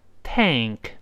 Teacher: 一下，refill。refill。哎，就再次灌满的意思啊。refill thetank。注意后面这个 tank。首先注意这个发音啊，这个字母 A 呢，在这儿发 a 就是口型最大的像梅花一样的一个“哎”。然后呢，后面是个舌根音，舌根音拱上去了。因为后面有个“k”，这个“k”是舌根的爆破，所以必然它舌根会拱上去。哎，在拱舌根，这个音节不好读，跟老师大声先读这个音节。Eng，Eng。你记住先发“哎”，把嘴咧开，然后慢慢滑到舌根音，舌根音就舌根拱上去，读词喉咙上，嗯，嗯。这个声音，你又，哎，滑倒，嗯，你看，嗯，嗯，就这么一个声音，跟老师再读一遍，tank，tank，哎，可不要读 tank 啊，tank，tank，这么一个声音啊。什么叫 tank 呢？我们看下面的词汇注释。A large container for storing liquid orgas，就是用来盛啊，或者容纳液体或气体的这样的大容器。在我们汽车里面，这个 tank 就是指油箱就好了。那你像 gas tank 就油箱，那上